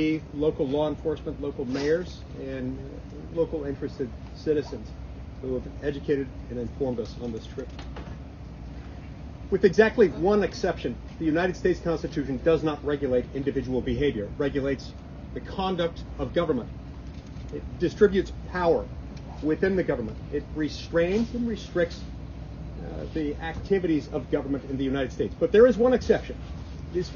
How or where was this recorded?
outdoors